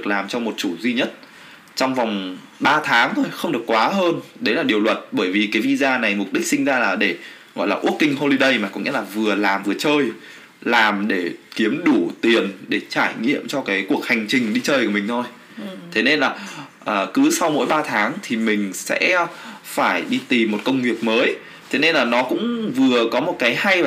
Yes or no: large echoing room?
no